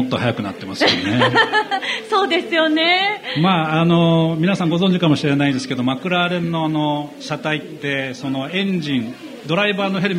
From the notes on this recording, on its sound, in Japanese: ツインリンクもてぎで行われた「ホンダレーシング・サンクスデー」。そこにお邪魔して行った公開収録の模様をお届けしています。